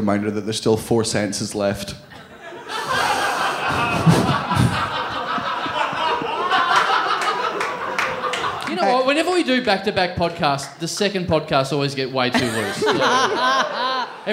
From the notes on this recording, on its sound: It's the second of our live episodes from Adelaide